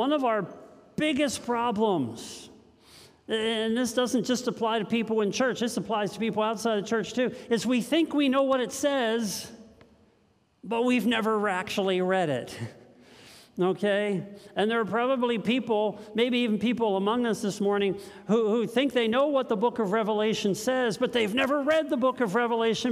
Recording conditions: live audience